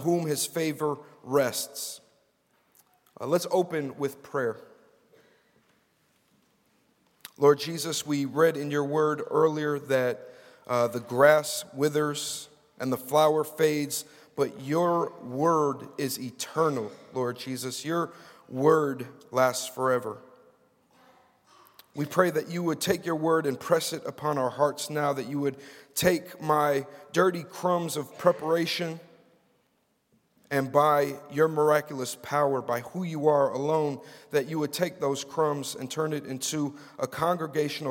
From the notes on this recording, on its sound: Was preached at Grace & Peace Fellowship in St. Louis, MO USA.